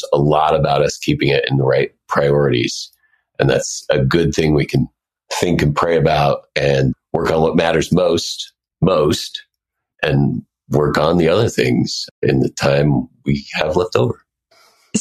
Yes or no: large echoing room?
no